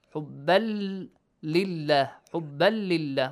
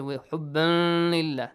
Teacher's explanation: Because lam and ra, if they come after tanween or nun sakin, you just merge them and no nasal sound. · Shown in: first take